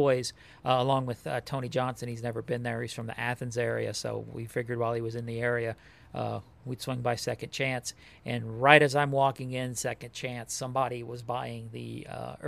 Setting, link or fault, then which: setting, busy venue